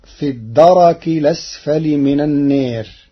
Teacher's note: قرأ ورش كلمة الدرك بتحريك الراء مفتوحة